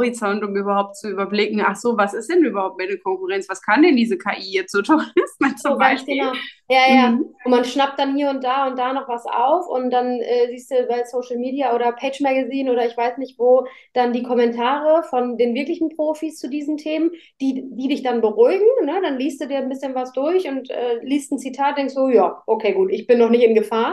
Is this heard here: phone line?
no